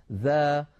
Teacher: والذال حرف مستفل، لأنها ليست من حروف خص ضغط قض فلا استعلاء ولا تفخيم في الذال، ذا، ولا نقول الذا مثلا الذاكرين، بل نقول الذا الذاكرين.